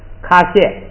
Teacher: 在第二音节它平调也要变去声的，所以第二个音节就变成去声了